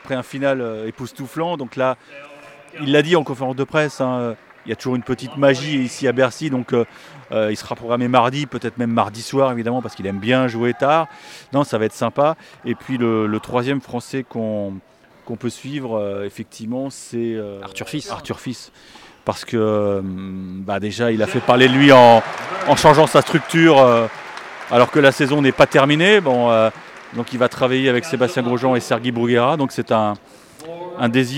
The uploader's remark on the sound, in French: C 'est parti pour le dernier Masters 1000 de l'année à Paris. En direct des tribunes du court central.